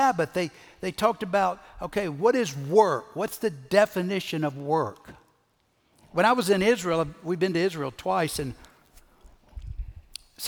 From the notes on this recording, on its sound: Recorded Live at Brookwood Church on 4.2.2023